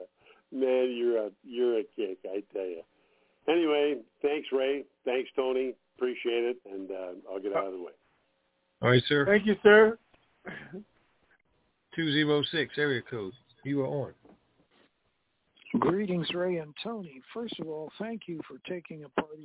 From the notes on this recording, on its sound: TNTSuperfantastic Conference Call